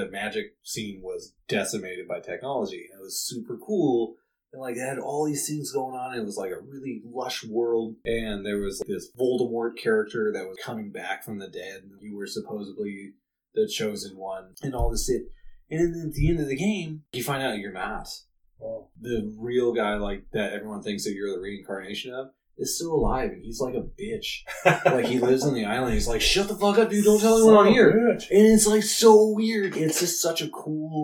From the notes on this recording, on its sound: We are also hoping that the poor sound quality will make it's exit after this episode.